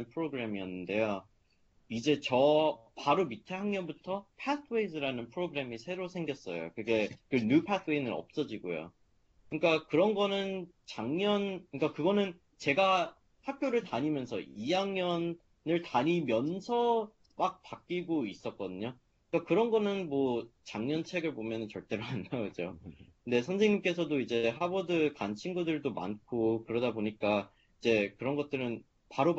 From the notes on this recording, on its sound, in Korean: Skype세미나에 참여한 하버드 의대 3학년생.